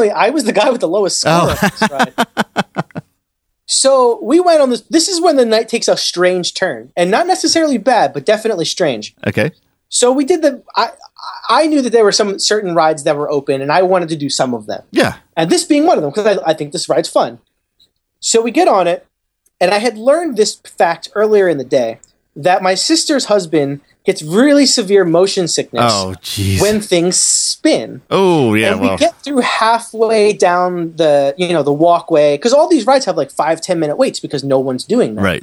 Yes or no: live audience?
no